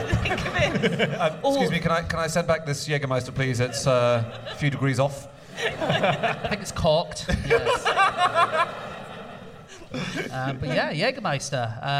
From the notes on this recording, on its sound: Live from the London Podcast Festival